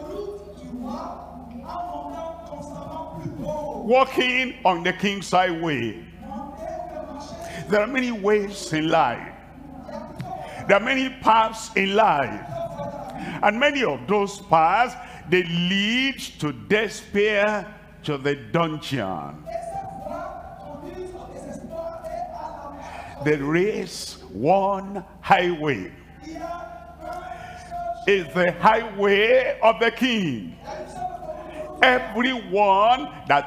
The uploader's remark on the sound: live from Lomé, Togo